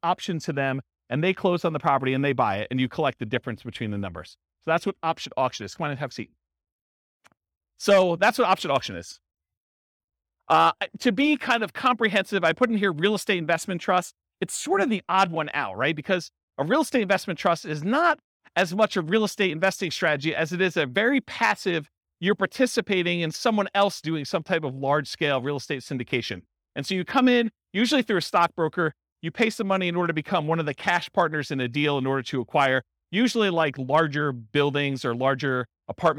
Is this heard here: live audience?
yes